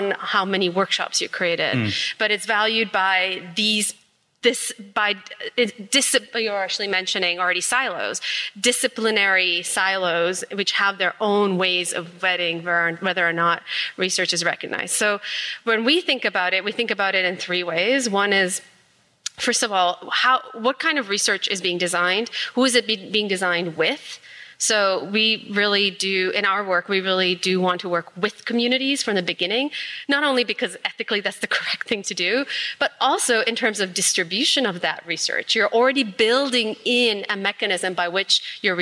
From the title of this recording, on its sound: Live from SXSW Edu 2023